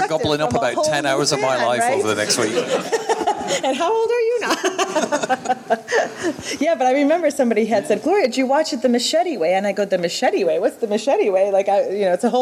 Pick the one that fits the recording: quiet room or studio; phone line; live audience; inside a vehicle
live audience